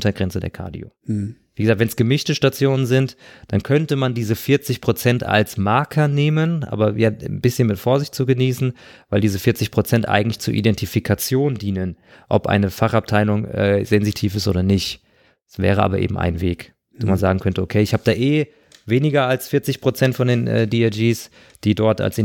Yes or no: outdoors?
no